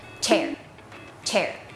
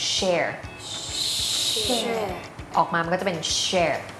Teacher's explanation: แต่เสียง chมันจะแบบมีลูกเล่นนิดนึงออกมาแต่ออกไม่หมดมันจะเป็นลมแบบปุ๊บเดียวเท่านั้นค่ะ · Shown in: first take